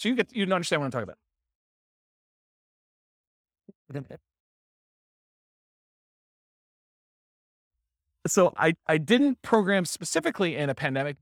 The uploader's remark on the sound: This was a live class recorded